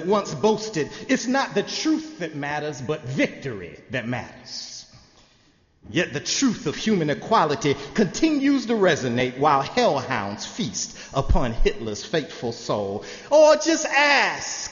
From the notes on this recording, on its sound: Sermon on Christmas Eve, December 24, 2015, in the Memorial Church.